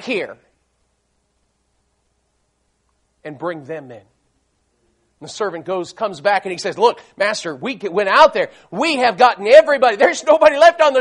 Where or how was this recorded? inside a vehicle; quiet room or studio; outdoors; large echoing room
large echoing room